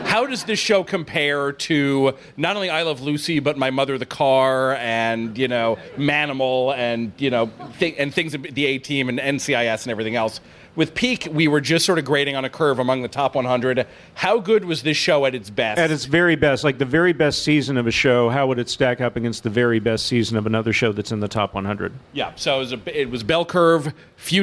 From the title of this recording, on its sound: Live at the Strand